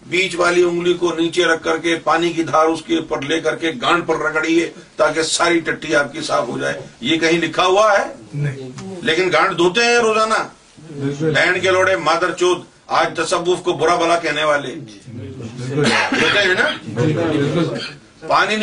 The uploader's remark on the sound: As we are having some technical difficulties, this video may not be up to the standard of quality our viewers are used to.